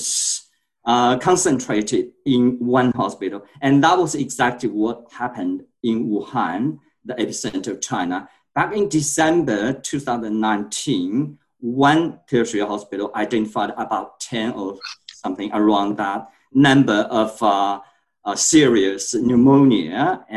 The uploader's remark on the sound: In this La Trobe Asia webinar a panel of experts will discuss these questions. Recorded live via zoom.